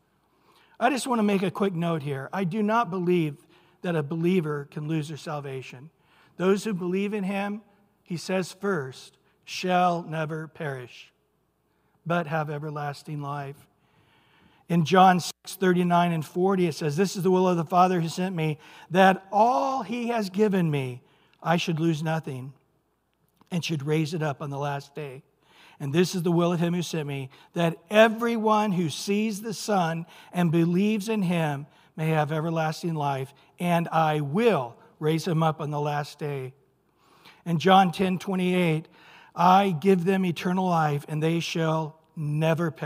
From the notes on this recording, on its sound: Recorded at Calvary Chapel of Los Alamitos. Sunday Morning Sermon.